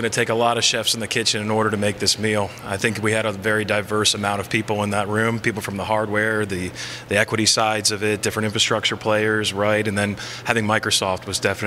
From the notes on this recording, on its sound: Live from the Telecom Exchange's first 'Pop-Up' event, TEX Dallas